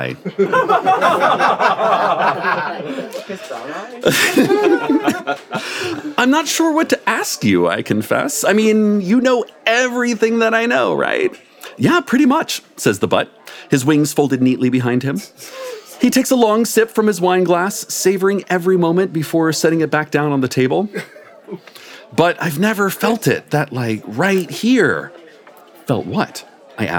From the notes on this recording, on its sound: in front of a live audience